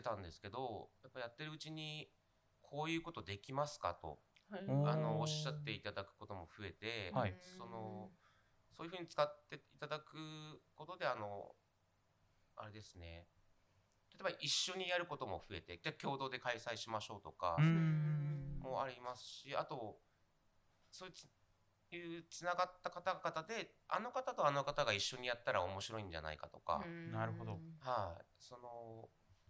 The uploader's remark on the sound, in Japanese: はじめてのオフライン収録につき、音声が小さめです。ごめんなさい！！